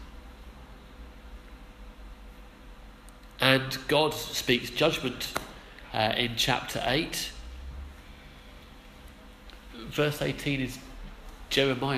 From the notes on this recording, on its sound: Our sermon from the 11am service